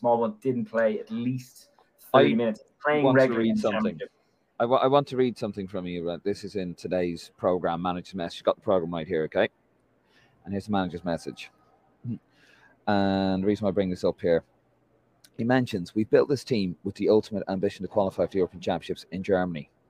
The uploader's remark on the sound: LIVE reaction from Lansdowne Road!